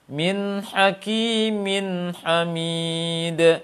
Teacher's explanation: Pokoknya setelah nun langsung ha keluar. Jangan terpisah suaranya. Jangan tersaktahkan suaranya.